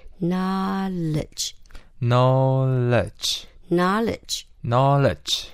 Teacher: G 鸡也不是我们飞机那个鸡，它有个摩擦音 GG。对，所以我再拼一次 KNOWLEDGE，后面那个 D 没有发音